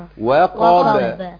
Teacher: القاف هنا حرف تخين قوي، قبليه مرقق وبعديه مرقق